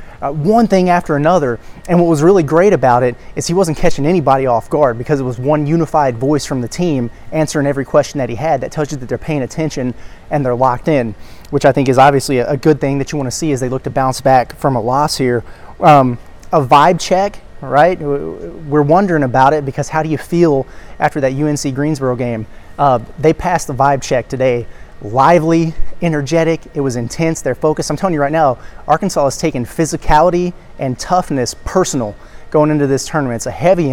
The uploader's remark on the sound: Live on site at the Imperial Ballroom from Paradise Island, Bahamas.